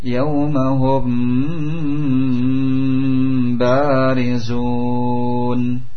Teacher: mim sukun datang setelahnya ba sehingga ditahan, didengungkan · Term: ikhfa